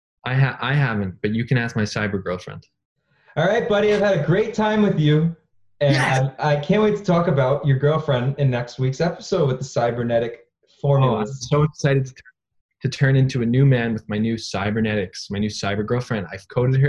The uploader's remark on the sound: Another zoom ep.